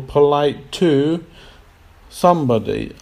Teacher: Of course, when I'm saying this, I'm stressing the preposition.